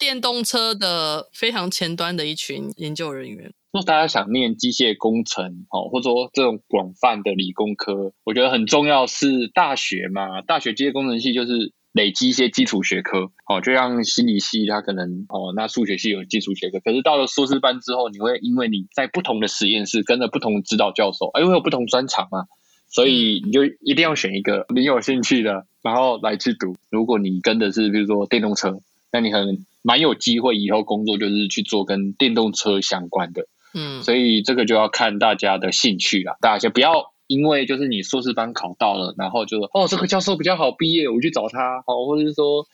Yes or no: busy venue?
no